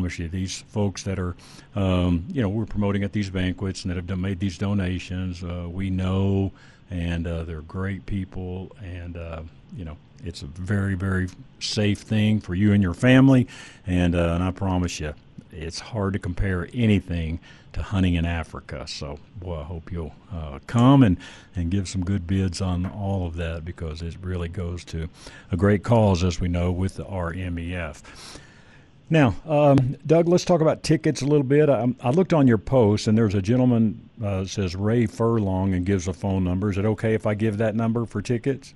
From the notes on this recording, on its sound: joins us “live” from The Pope and Young Convention in Reno